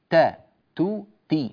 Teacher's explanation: تخرج بإلصاق طرف اللسان في سقف الفم، تحديدا في أصول الثنايا العليا. هذه الثنايا الأسنان الأمامية أصلها من الداخل من الخلف، الأصل يعني منبت السن، هذا الموضع هو موضع حرف التاء، أت هذا المكان.